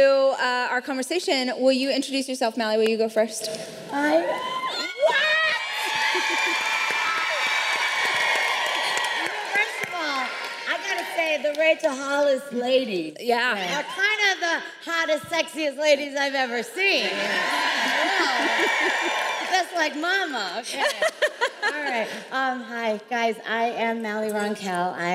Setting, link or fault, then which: setting, live audience